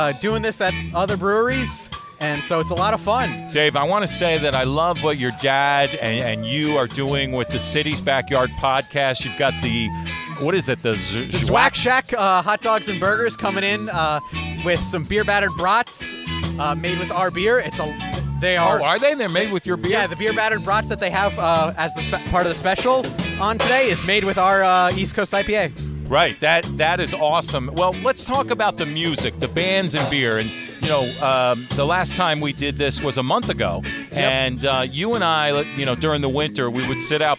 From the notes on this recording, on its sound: SummerFEST: Bands&Beer at Redding Beer Co. We are on location for SummerFEST: Bands and Beer! Redding Beer Co in Redding, Connecticut.